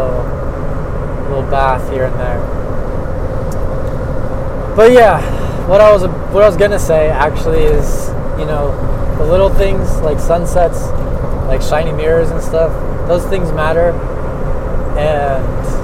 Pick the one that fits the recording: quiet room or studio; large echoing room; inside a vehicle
inside a vehicle